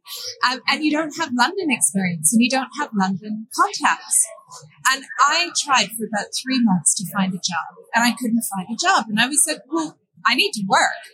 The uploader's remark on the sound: Today’s episode was recorded at Kajabi Hero Live in Austin, Texas.